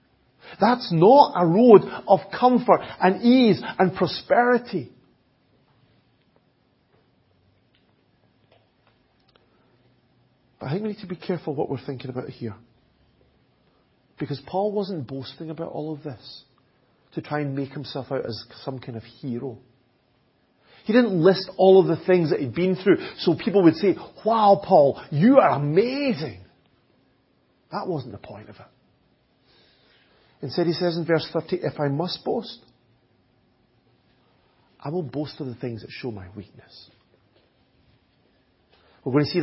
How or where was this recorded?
large echoing room